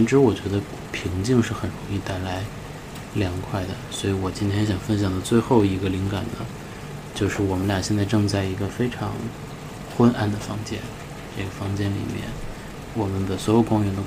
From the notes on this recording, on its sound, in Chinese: 录制背景是北京的夜雨哦！